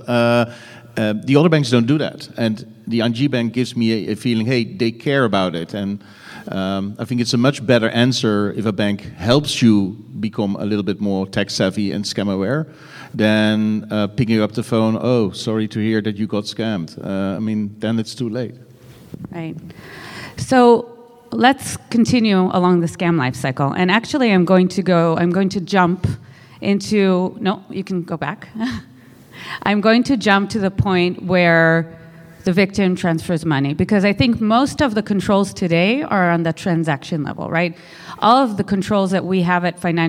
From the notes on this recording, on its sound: This recording is from Fintech Nexus USA held at the Javits Center in New York City. From the Fraud Fight Club track.